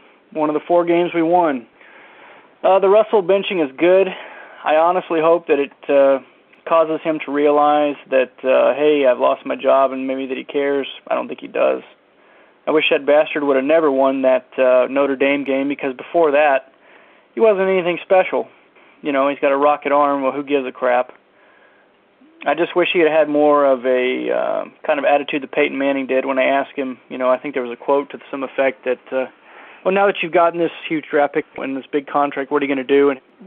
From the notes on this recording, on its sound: Segment #3: Raider Nation “Boneline” Call-in Segment.